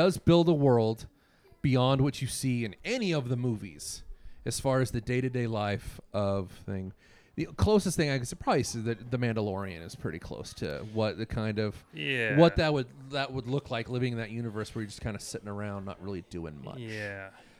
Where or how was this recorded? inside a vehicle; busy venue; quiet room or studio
busy venue